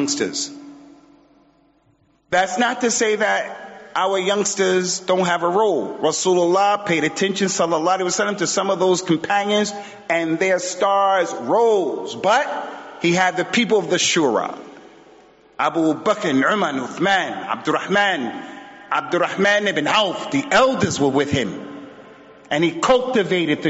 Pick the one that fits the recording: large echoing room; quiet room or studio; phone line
large echoing room